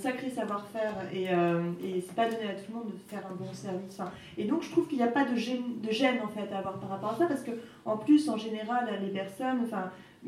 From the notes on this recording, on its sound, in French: DTO a emmené son micro en terres rennaises à l'occasion de la 2ème édition du festival de littérature féministe Dangereuses Lectrices